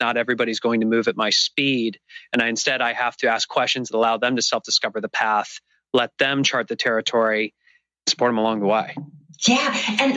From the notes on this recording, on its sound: We recorded this conversation as part of our monthly ONE Thing webinar series.